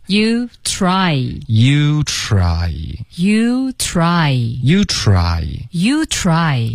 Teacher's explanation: tr 的这个音呢是要卷舌,OK,吃有点像吃的这个音可是再往后卷一点都可以。然后同时要嘟嘴 · Term: 嘟嘴的 try